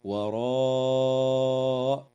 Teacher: وتمد الألف من كلمة وراء من قبيل المد المتصل